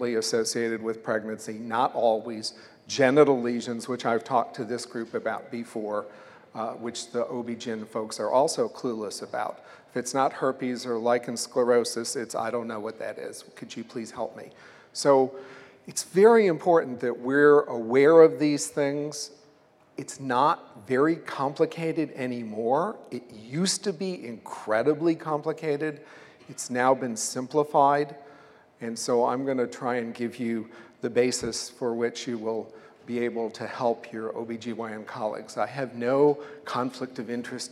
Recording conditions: large echoing room